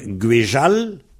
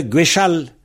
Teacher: Parce que dans Guéchal, il y a une mauvaise liaison. Le « che », normalement, fait sa liaison en « je ». · Shown in: first take